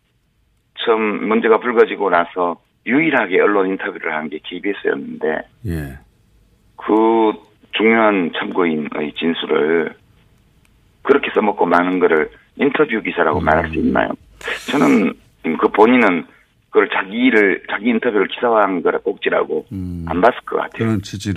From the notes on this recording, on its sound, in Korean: 전화연결